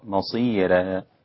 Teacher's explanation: كل القراء على تفخيم الراء عدا ورش رقق الراء مصيرا لوجود الياء المادية قبلها